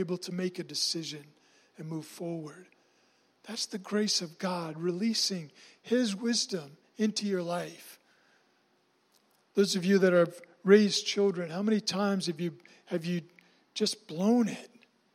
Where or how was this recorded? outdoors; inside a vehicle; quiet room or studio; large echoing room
large echoing room